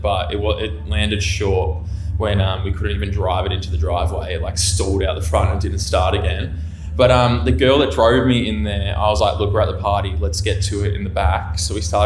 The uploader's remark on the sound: LIVE FROM SPLENDOUR IN THE GRASS!